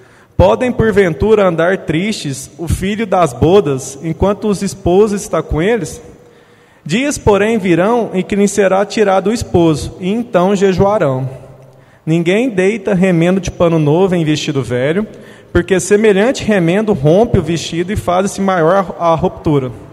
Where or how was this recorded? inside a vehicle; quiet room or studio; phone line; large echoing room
large echoing room